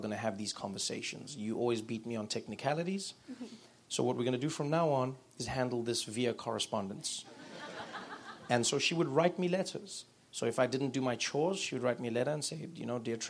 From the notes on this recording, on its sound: Live at NeueHouse.